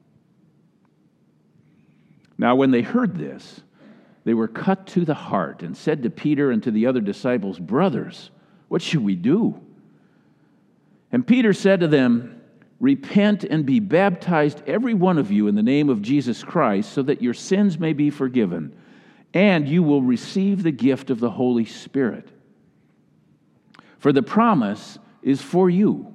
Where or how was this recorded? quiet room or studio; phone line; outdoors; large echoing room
large echoing room